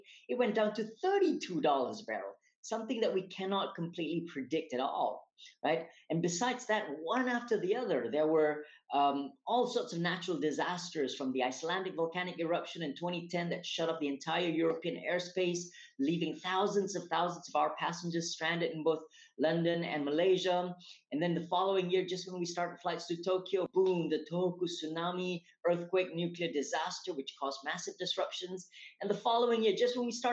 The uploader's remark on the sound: recorded webinar series